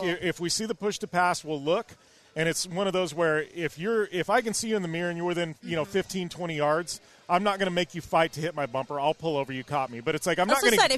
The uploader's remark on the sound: come at you live from the 2023 Sand Sports Super Show from the Pro Armor booth